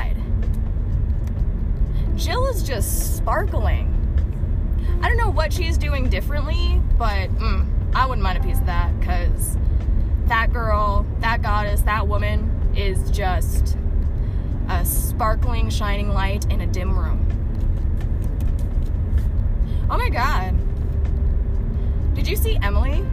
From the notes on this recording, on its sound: Headphones warning this is a car convo and it might get a little loud sorry about that